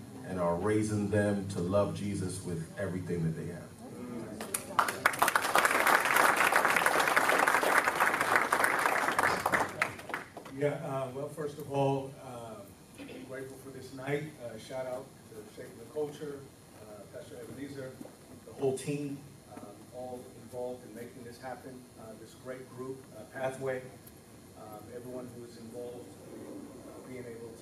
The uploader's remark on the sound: Stand Firm Tour Dallas Live Show